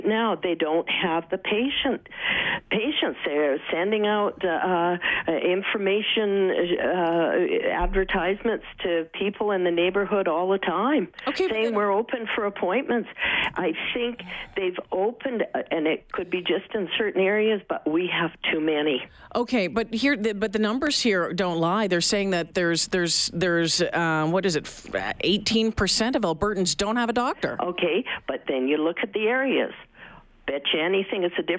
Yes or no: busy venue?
no